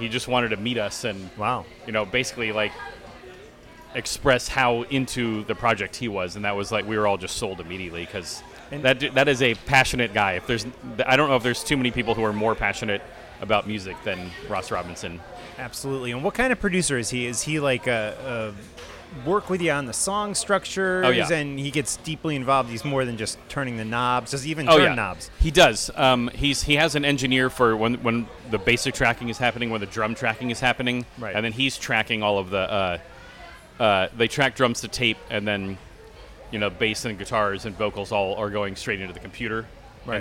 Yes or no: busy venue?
yes